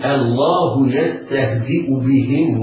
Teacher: وعليه أن يبالغ في إظهار الهاء وترقيقها لأنها حرف خفي قد لا يسمعه المستمع منك.